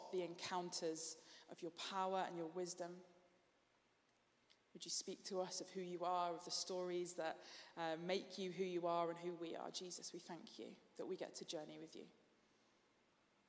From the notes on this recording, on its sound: Streamed live at St Paul's Shadwell